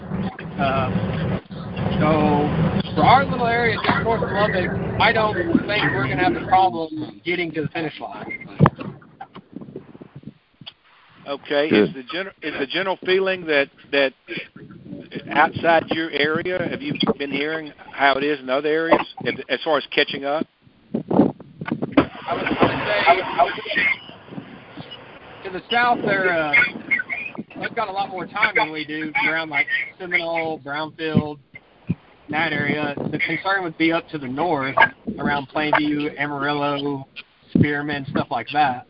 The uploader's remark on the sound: Monthly Conference Call